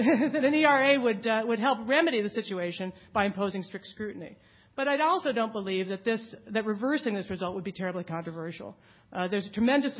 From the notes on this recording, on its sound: The Federalist Society's Civil Rights Practice Group presented this panel discussion at the 2007 Annual National Lawyers Convention on November 17, 2007.